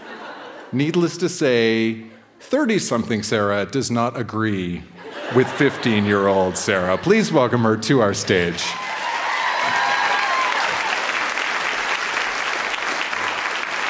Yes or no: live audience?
yes